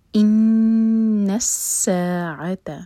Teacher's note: نون پر غنہ اور نون کو سین سے جوڑیں گے تو سین اسٹرانگ ہوگا